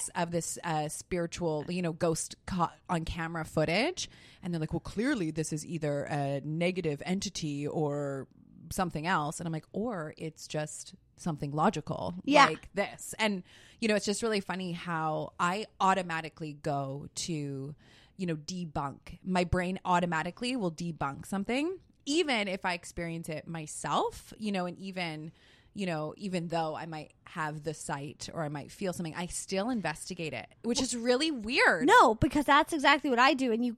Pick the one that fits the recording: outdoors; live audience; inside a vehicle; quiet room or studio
quiet room or studio